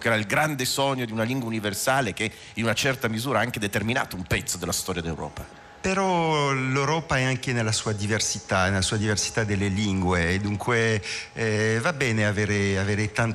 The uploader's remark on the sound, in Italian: In diretta dalla Nuvola ! Alla fiera "Più libri più liberi".